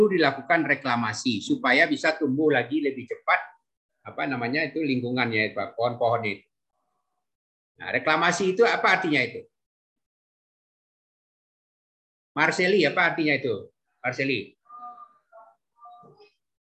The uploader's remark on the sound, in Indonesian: Rekaman Zoom kuliah AMDAL Administrasi Publik Fakultas Ilmu Sosial dan Ilmu Politik Universitas Andalas (FISIP Unand).